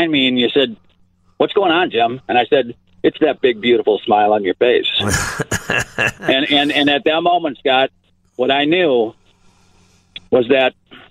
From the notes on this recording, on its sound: recent Leadership Awakening graduates call